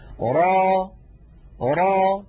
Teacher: را را تتألف من راء مفتوحة بعدها ألف، وليس في آخرها همزة، ليس في آخرها همزة. را هذا مد طبيعي، ألف مسبوقة بفتحة، نمدها بمقدار حركتين، ونحرص ألا نخرج في آخرها همزة.